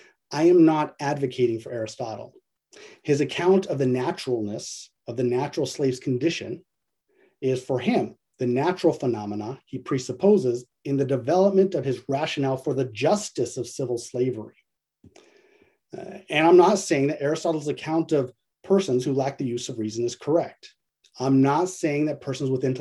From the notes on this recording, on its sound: A webinar lecture.